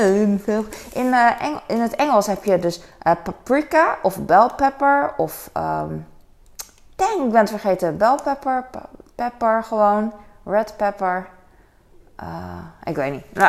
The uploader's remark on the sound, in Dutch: Boodschappen JUMBO. Fijne achtergrondgeluiden.